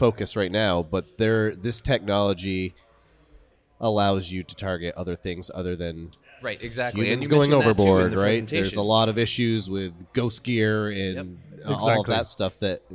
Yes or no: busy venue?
yes